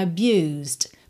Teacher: a gente ouve só um Dzinho mesmo, bem de leve, fechando aí esse som